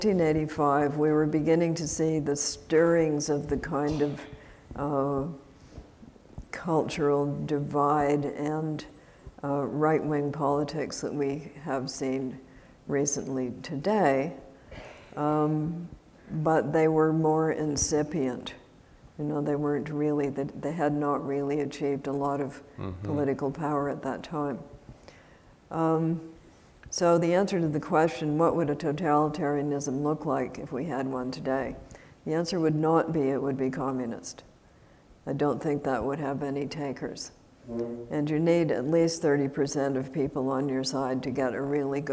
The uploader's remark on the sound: This event was recorded at the Traverse City Opera House in October 2016.